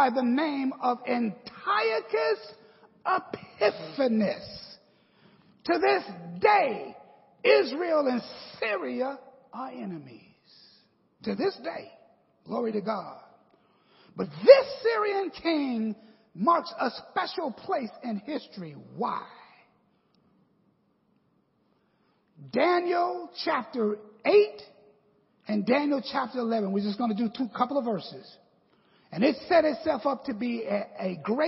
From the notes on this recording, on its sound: The 5-Part Bible Class Series taught at Victory Apostolic Matteson IL.